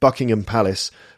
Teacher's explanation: So we don't actually pronounce the H in the name, which is an easy mistake to make.